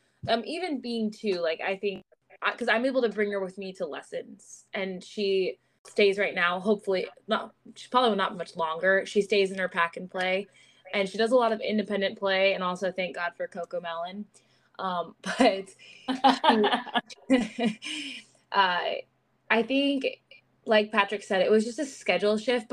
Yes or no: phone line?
no